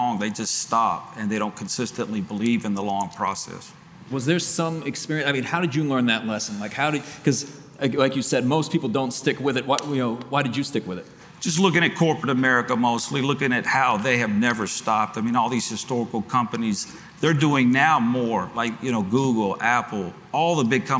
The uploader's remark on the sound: LIVE from the Game Changers Summit 3